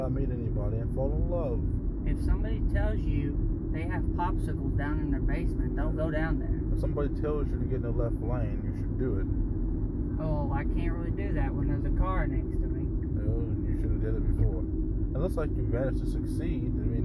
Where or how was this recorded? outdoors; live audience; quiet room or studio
outdoors